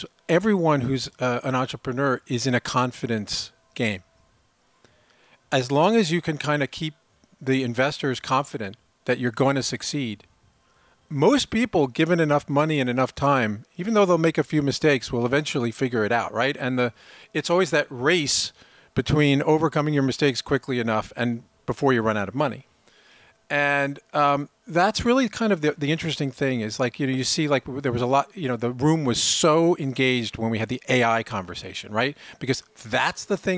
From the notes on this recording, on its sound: Live from Uncharted Summit. This special edition of Uncharted was recorded live at the annual Uncharted Summit in Southampton.